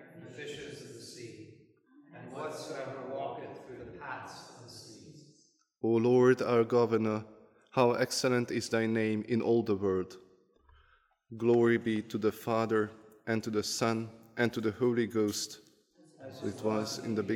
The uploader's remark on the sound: This is a recording from the service of Holy Communion according to the Book of Common Prayer (1662)